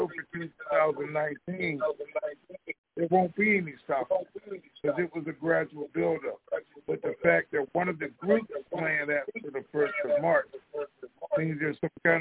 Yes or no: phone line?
yes